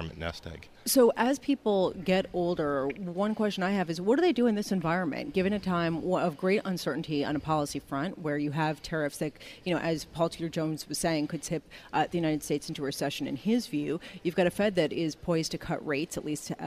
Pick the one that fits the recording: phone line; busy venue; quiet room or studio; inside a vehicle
busy venue